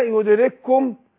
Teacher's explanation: عندنا كافين كاف وكاف هنا في إدغام مثلين صغير